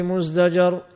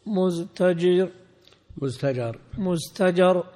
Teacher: فقلبت التاء دالا لأن التاء حرف مهموس والزاي حرف مجهور، فأبدل من التاء دالا توافقها في المخرج وتوافق الزاي في الجهر · Shown in: first take